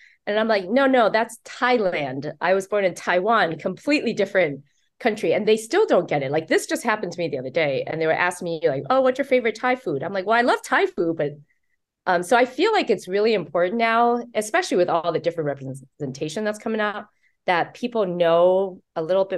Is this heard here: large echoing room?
no